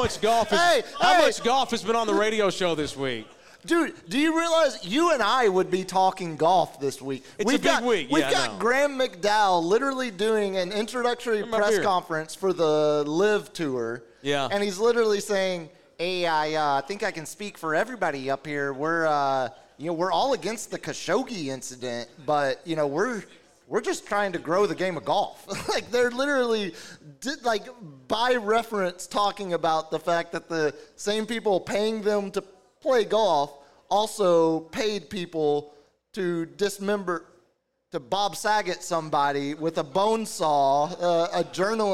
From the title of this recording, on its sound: Live from Sam's Burger Joint